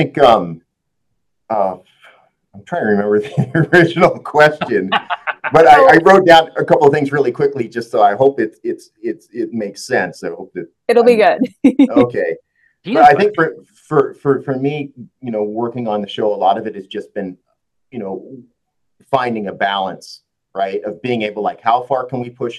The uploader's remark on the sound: We recently had the chance to sit down over Zoom.